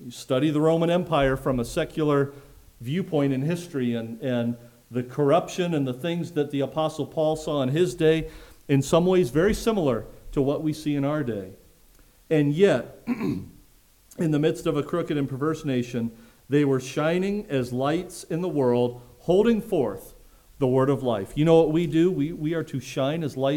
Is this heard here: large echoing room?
yes